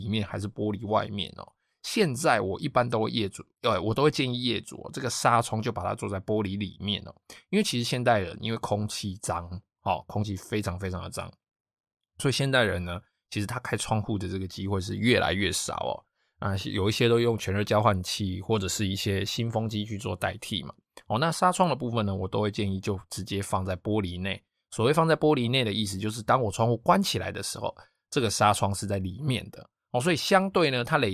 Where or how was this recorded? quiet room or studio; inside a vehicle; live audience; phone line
quiet room or studio